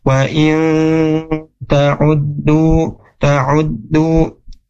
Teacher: bacanya harus digunnahkan, dimasukkan ke hidung · Term: ikhfa